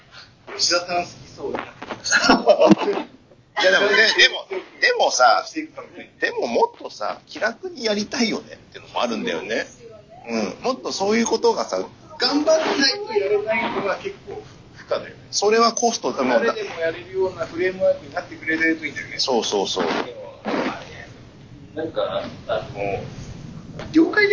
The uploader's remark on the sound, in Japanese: 今回収録の設定の不手際より聞き取りづらいところが多々ありますが、ご了承ください